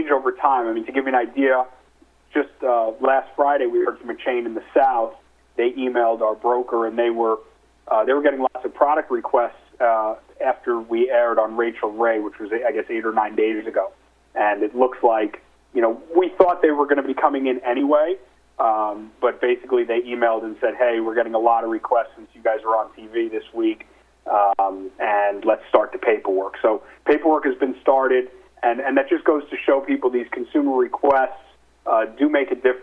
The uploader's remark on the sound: Nightfood Investor Conference Call.